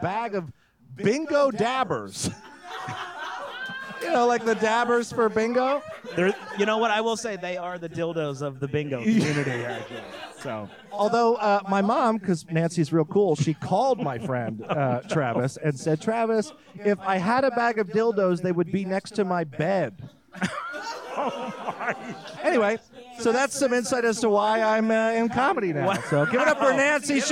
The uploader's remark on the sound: Recorded live at Comedy Arts Theater of Charlotte.